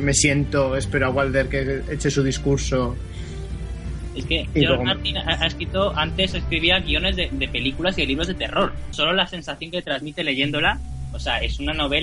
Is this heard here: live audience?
no